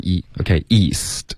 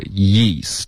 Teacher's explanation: 你要注意的就是舌头得往前滑，贴着上颚滑才能导致这个耶的音 · Shown in: second take · ，对吧？大家现在可以试一下叶子的叶，叶叶，对吧？有一个耶耶的开头，这是因为你的舌头是贴着上颚，然后有一个降下来的一个滑动。如果后面跟着一个一的原因的时候呢，你的舌头要贴着上颚，然后就有点像摩擦一样，就是贴着上颚往前滑。所以这个